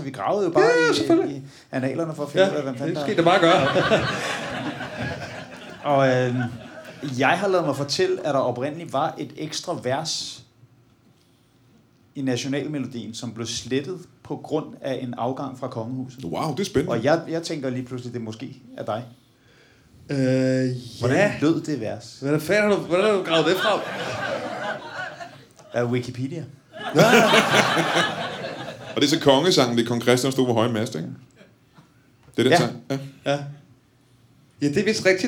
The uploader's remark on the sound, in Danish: LIVE fra Det Bruunske Pakhus i Fredericia